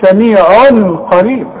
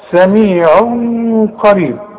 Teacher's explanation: بنخفي وبنغن، وعلامة الاخفاء ان الحرف بدون تشديد · Shown in: second take